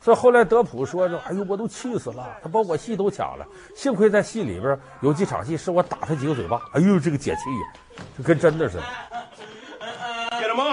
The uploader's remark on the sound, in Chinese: 老梁故事匯節目錄製現場。還有聽故事的觀眾。